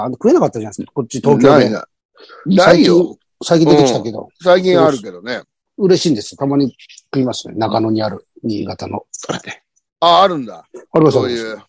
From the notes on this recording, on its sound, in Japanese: ZOOMで収録